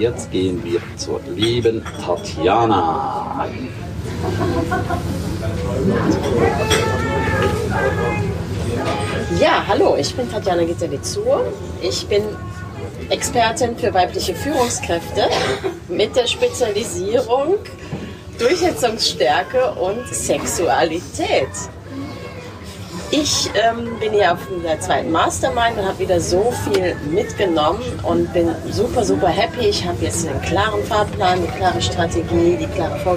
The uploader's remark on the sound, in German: Live von der 2ten One Million Mastermind